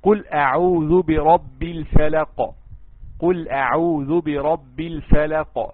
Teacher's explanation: مثال للقاف لو جاءت في القلقلة الكبرى اي في اخر الكلمة